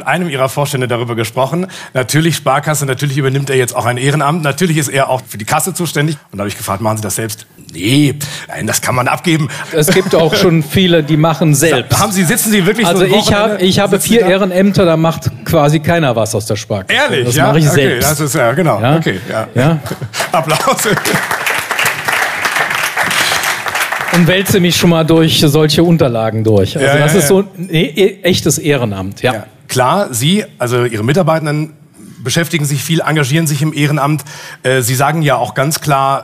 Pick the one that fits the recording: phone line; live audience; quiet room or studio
live audience